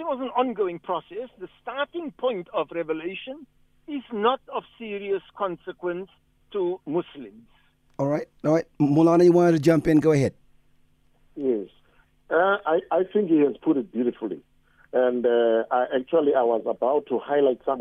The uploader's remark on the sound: Guest on the phone